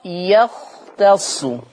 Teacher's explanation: أبين تفخيم الخاء يختص